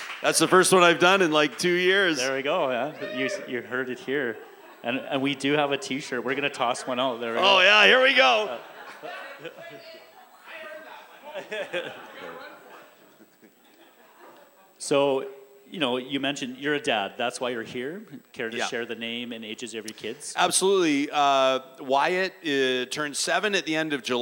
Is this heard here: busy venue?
yes